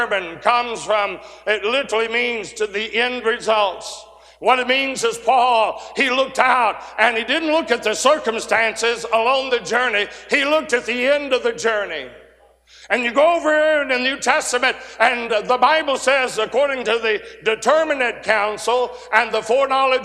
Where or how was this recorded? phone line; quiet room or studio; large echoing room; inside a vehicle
large echoing room